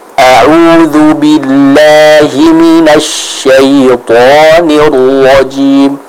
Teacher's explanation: Kita tebalkan huruf to-nya. Jadi jangan dibaca dengan tipis dengan te, tapi to, seperti itu. · Term: to, tebal